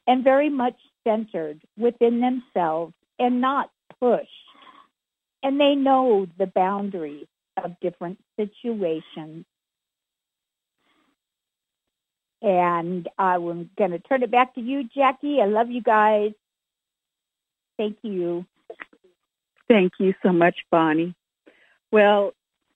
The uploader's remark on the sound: Conference Call LIVE